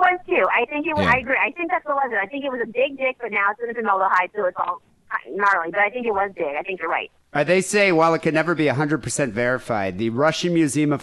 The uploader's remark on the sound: Phone calls.